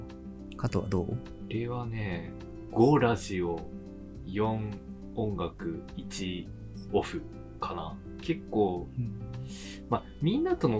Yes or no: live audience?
no